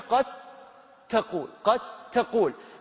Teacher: الدال مع التاء تصبح قد تقول قد تقول، فأدت إلى الإدغام. الإدغام هو نتيجة تفاعل صوتين متجاورين.